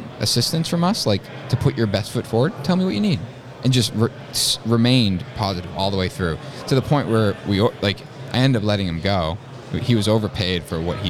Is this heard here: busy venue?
yes